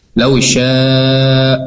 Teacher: ketika ada fathah bertemu dengan lafaz jalallah itu dibacanya tafhim tebal.